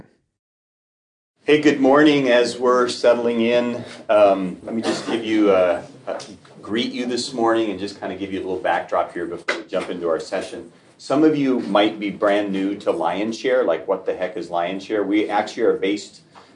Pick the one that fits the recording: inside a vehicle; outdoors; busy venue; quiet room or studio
busy venue